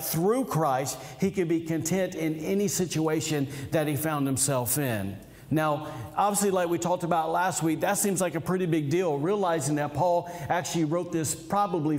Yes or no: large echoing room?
yes